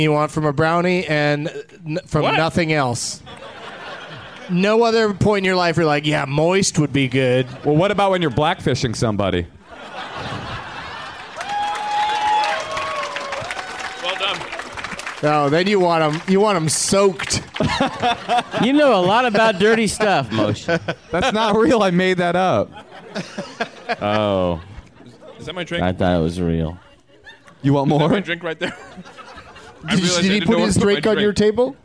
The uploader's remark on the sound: Live from the Punchline in Sacramento, CA